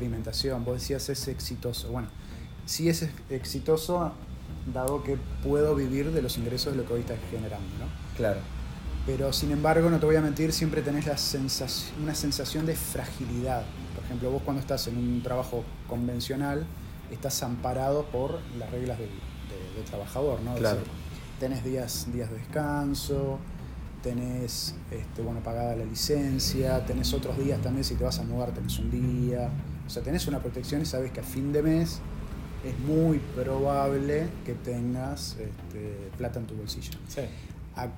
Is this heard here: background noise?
yes